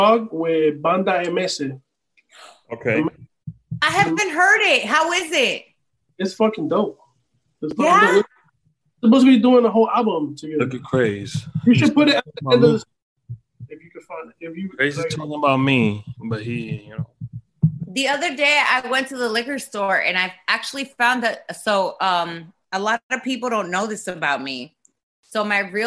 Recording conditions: video call